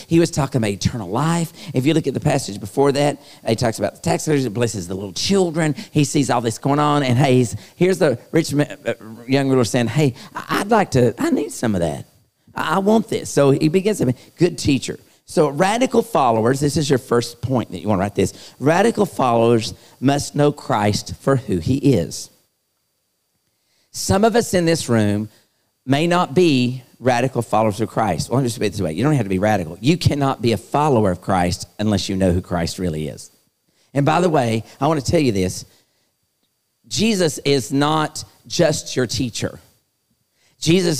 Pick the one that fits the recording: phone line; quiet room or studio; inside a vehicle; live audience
live audience